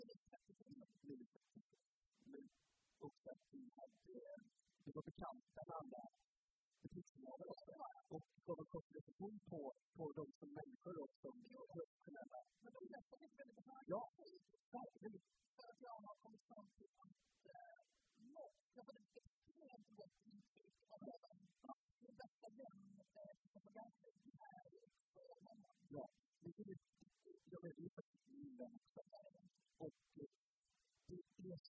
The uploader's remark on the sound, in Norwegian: Live fra Trevarefest!